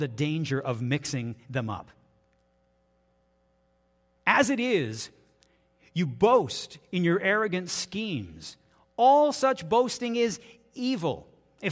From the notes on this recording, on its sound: This is audio taken from the June 4, 2023 Sunday sermon at FBC Charlottetown PEI Canada.